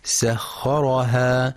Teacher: ينتبه القارئ في كلمة سخرها لترقيق السين، فلا يقرأ بتفخيمها فتنقلب صادا